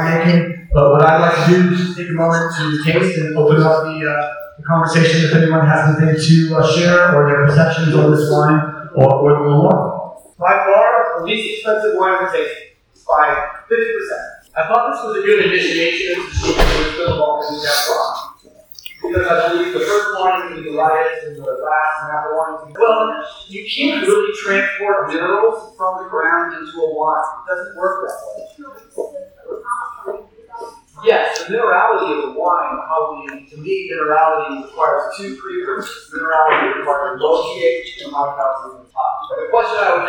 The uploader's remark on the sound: The event took place in a large barrel room, so I apologize upfront for the quality of the sound